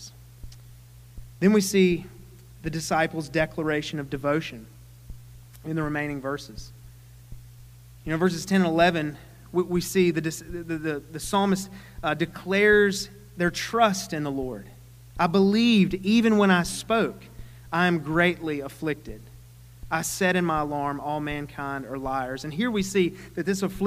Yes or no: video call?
no